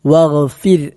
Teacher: വഗ്ഫിർ, വഗ്ഫിർ എന്നയിടത്ത് ഗ ഗ തൊണ്ടയുടെ മുകൾ ഭാഗത്ത് നിന്ന് പുറപ്പെടേണ്ടതാണ്.